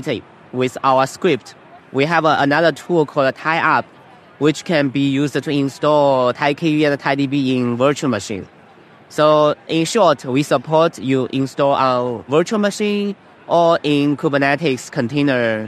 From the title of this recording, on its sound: Live From KubeCon 2023